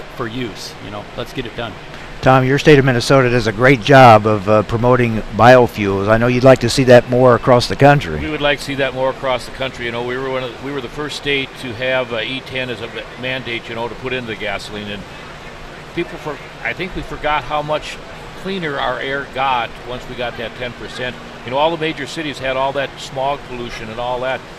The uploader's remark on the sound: Live from Farm Progress Show. Reports live from Farm Progress in Decatur, Illinois!